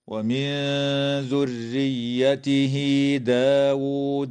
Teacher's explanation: إخفاء حقيقي للنون الساكنة عند الذال في قوله تعالى ومن ذريته، وتوصل هاء الضمير بياء لفظية تمد وصلا بمقدار 2 حركات من قبيل مد الصلة الصغرى في قوله تعالى ومن ذريته داود